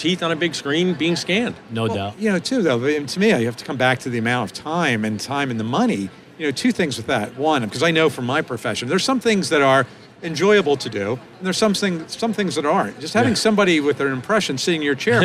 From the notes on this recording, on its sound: live from the Darby booth at the GNYDM 2019